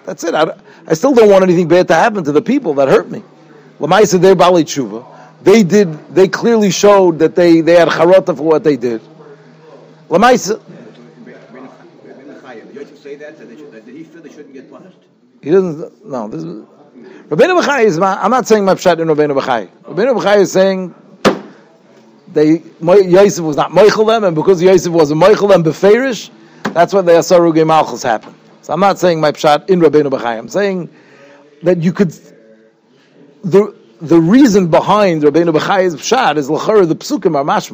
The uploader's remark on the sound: Shiur recorded in Yeshivas Ohr Reuven, Monsey, NY.